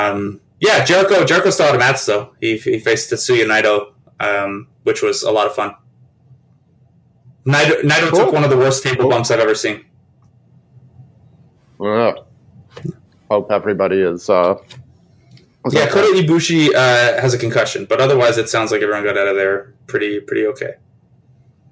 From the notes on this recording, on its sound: Apologies for the audio quality of this one.